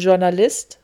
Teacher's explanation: Sch, stimmhaft wie in Journalist oder Garage